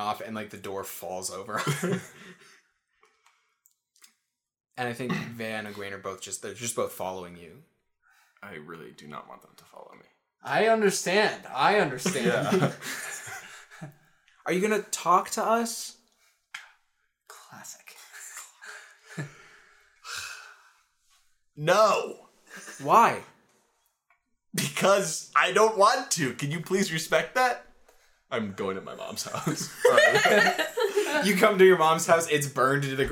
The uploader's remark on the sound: the audio quality is a little lower